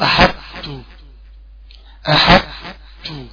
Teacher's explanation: وبيان الإطباق الذي في الطاء